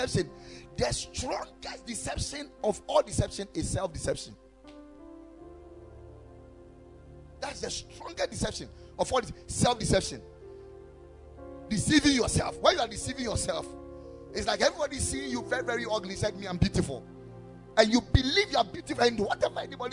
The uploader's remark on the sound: Preached at the Ekklesia Chapel